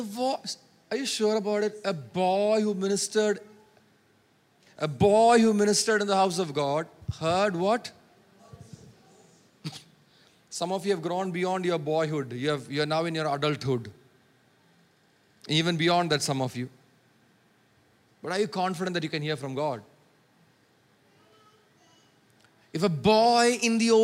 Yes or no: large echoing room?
yes